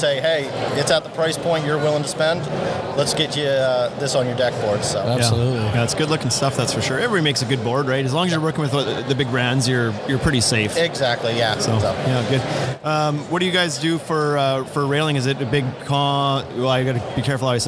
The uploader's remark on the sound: Live From Deck Expo 2019. Live from Louisville, Kentucky at Deck Expo 2019.